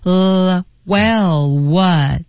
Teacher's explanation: 你的 L 的音先动舌尖，然后后面要 what 的时候才能动嘴唇